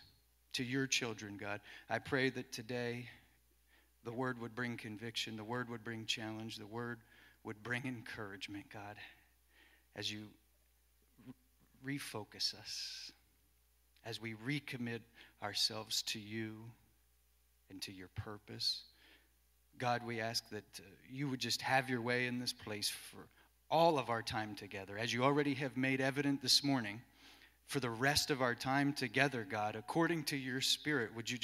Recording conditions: large echoing room